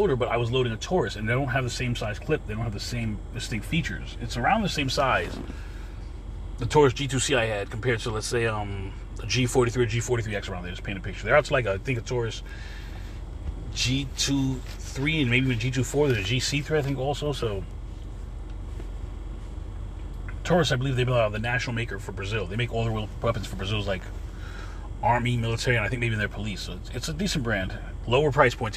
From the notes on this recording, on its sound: In this CarCast